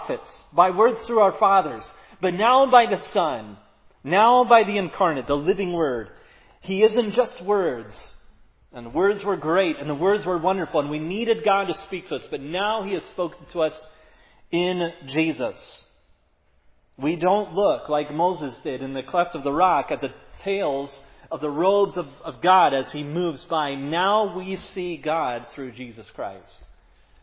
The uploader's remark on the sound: Was preached at Providence Church.